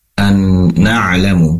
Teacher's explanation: Pastikan Ain berada di tenggorokan bagian tengah, dikeluarkannya na'.